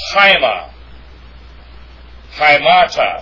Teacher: It's pronounced haima. The alpha iota, diphthong is pronounced I, not A, it's I.